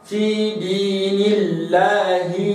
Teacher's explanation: اما ترقق اذا في لفظ الجلاله على الاصل اذا سبقت بكسر